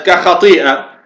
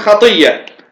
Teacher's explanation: إذا كان ما قبلها حرف مد مثلا زائد كخطيئة، هنا طبعا الهمزة قالوا تقلب حرفا، يعني حرفا مثله وتدغم فيه · Shown in: second take · فتقول مثلا خطية، على كل.